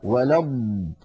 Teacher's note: فالاستطالة كما ذكرنا هي اندفاع اللسان إلى الأمام بعد اصطدامه بمخرج الضاد حتى يلامس رأس اللسان أصول الثنيتين العليين، وذلك تحت تأثير الهواء المضغوط خلف اللسان.